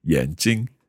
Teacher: 眼睛 is neutral tone. If you say 眼睛, that's glasses you're wearing.